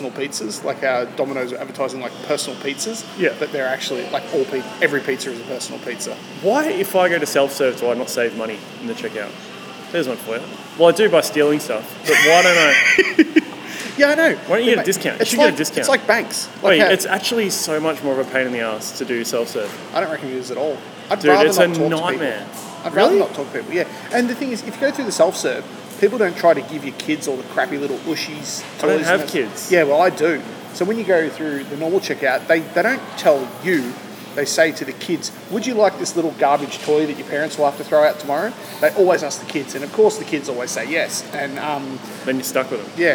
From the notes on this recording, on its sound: When they stopped at a shopping centre. Decided to set up the microphones and the camera.